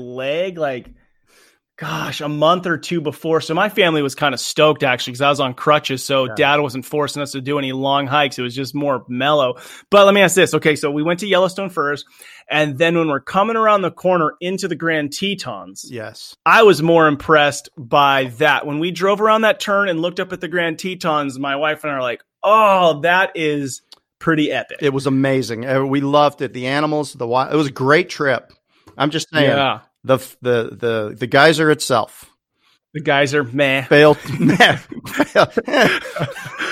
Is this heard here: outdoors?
no